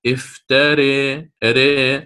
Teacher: فأنت بطبعك سترقق تبعا لإمالة الفتحة، أصلها افتراء، هذه الألف ستمال وسيتبعها فتحة الراء في الإمالة تتبعها · Term: الترقيق